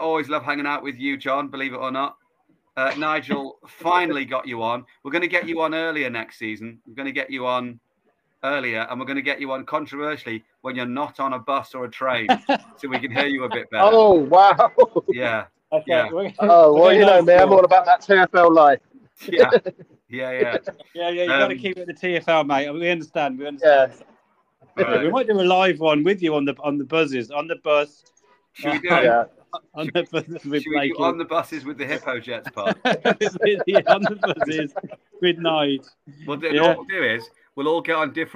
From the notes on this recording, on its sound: Live on the bus. Pls note there is background noise.